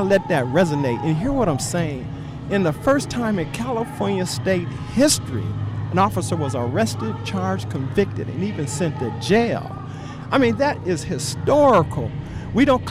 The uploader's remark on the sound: This is a 2015 recording of participants at an Oscar Grant Rally held at the BART Fruitvale Station site in Oakland, CA.